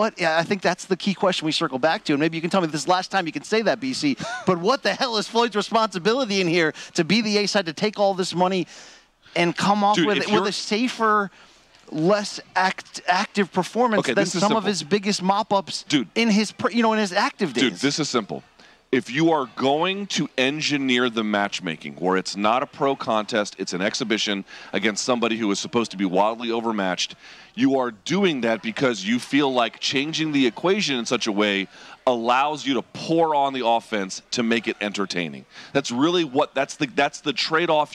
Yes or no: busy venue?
yes